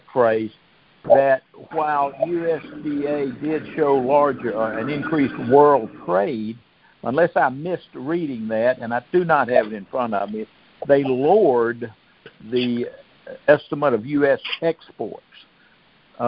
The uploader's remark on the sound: Monthly Cotton Conference Call.